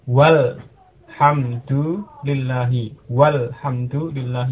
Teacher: Jadi wawu langsung ke lamnya. Alifnya tidak diucapkan. · Term: hamzah wasal